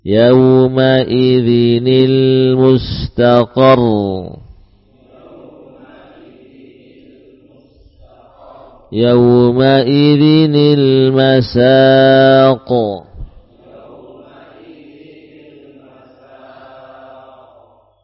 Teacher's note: cara untuk kita membacanya dengan mengganti suara nun sukun sebagai nun kasrah